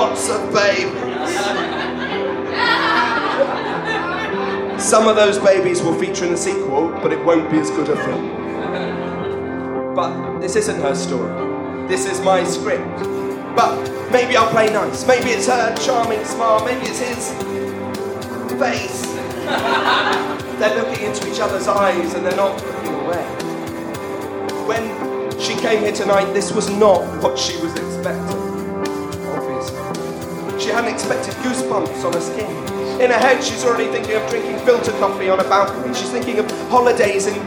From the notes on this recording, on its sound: The second of three live recordings from our Tragic Love live event which took place at the Dogstar in Brixton.